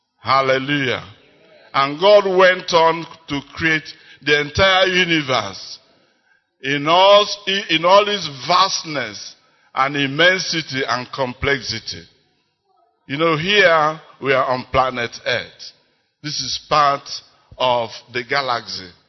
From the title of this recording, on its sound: 2022 Festival of Nine Lessons and Carols. - Chapel of His Resurrection Enugu